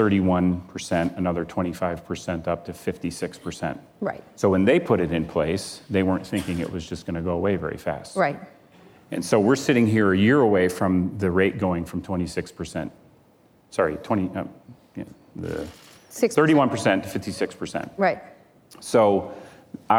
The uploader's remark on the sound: live onstage at the 2019 Code Conference